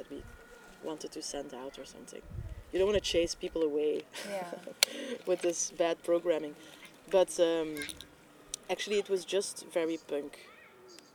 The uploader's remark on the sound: sit, sunblinded, in a communal garden